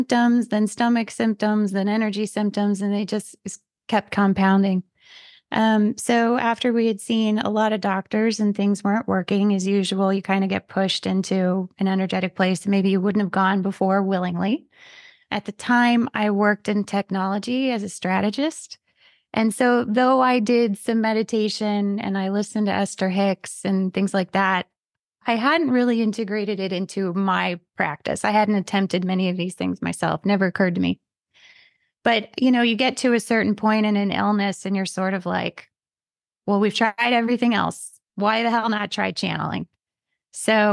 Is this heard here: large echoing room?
no